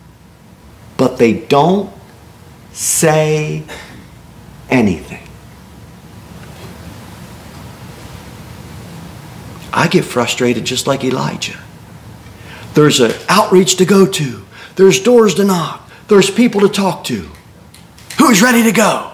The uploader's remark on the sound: Sermon delivered at Pilgrim Baptist Church on Sunday, October 29, 2023, at 11-15 am. Cookeville, TN 38501.